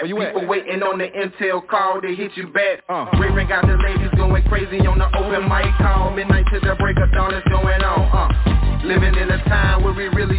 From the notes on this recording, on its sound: TNTSuperfantastictic Conference Call